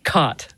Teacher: there you have what's called the cot merger, or in linguistic circles, the low back vowel merger